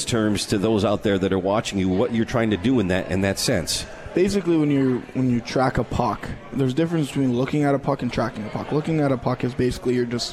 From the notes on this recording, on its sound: live from The 72 Tavern